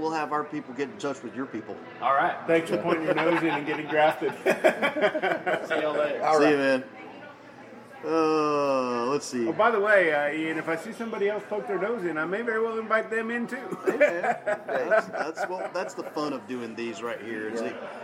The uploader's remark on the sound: The guys check in from FantaSci 2021